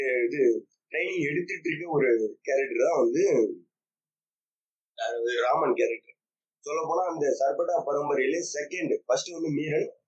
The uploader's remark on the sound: sorry for the very very poor audio quality